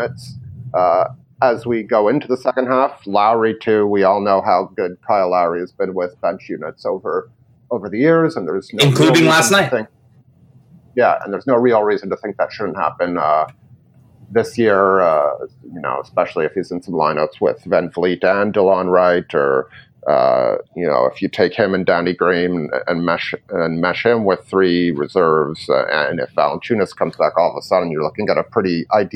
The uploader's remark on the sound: Apologies for the audio quality of this one.